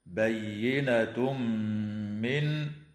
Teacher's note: ويدغم التنوين في الميم مع الغنة في قوله تعالى: بينة من، ويدغم في الواو مع الغنة أيضا